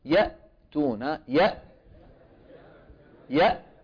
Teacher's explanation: هذه صورة مرسومة رسم، وهذان الأبيضان هما الوتران الصوتيان، بهما تتكلم كل البشرية، كل البشر يتكلمون بهذين الوترين، هاتين اللحمتين الصغيرتين، لولاهما لما تكلم أحد. الهمزة كما ترون تخرج بانطباق الوترين